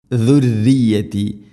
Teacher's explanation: റാഇന് ശദ്ദുണ്ട്, എന്നാലും ദുർറിയത്തി പറയരുത്, തർക്കീഖ് ചെയ്യണം, നേർപ്പിക്കണം.